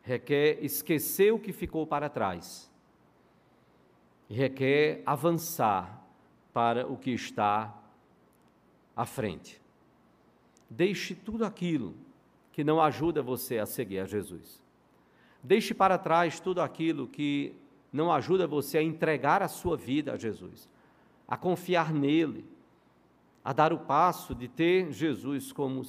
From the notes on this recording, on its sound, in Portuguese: no culto presencial e transmitido ao vivo